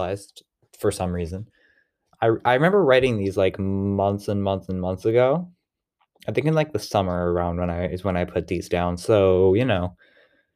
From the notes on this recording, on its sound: This may not be one of our best recordings, but it is still fine so I'm uploading it anyway.